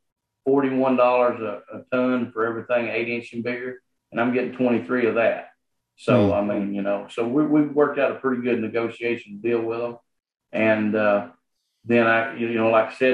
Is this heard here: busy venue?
no